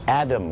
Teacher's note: Depends on the accent.ไม่มีปากกาไม่มีมาเพนอะไรเนี่ยไม่ใช่เพนปากกาครับคือ depends on the accentแปลว่ามันขึ้นอยู่กับสำเนียงถ้าคุยกับคนไทยก็อาดัมแต่ว่าถ้าคุยกับฝรั่งออกเสียงคือสระแอกับสระเออครับ